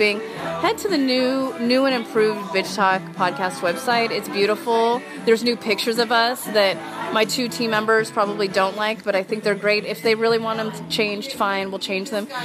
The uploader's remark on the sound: This week's Flash Back Friday is brought to you from a dive bar in the Tenderloin neighborhood of San Francisco, recorded in December of 2017. It represents the quintessential dive bar experience: good music, heavy pours of whiskey.